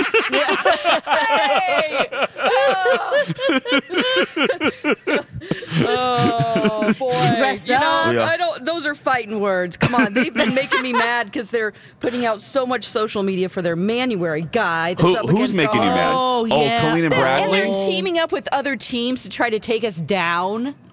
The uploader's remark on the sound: broadcast live from the AC Hotel for the Superbowl